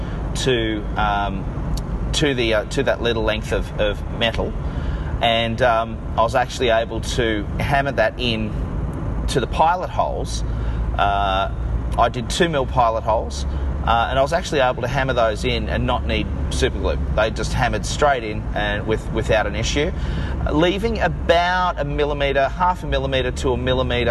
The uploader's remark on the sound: Sorry about having to record this in the car but here it is, warts and all.